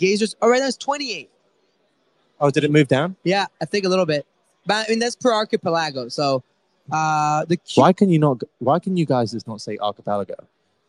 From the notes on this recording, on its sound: live from the Ledger open